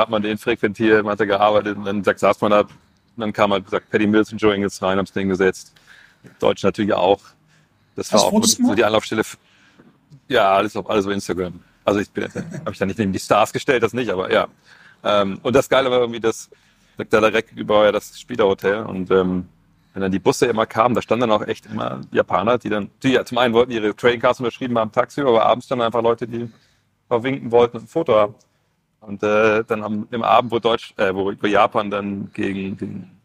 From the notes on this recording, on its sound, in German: Live vor Ort in Manila